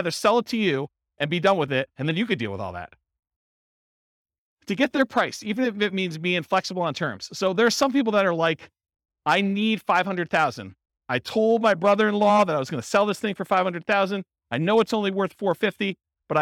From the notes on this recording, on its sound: This was a live class recorded.